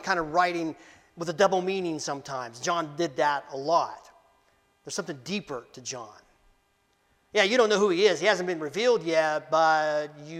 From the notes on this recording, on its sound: Preached Dec 17, 2023 at Amity UCC in Meyersdale, PA.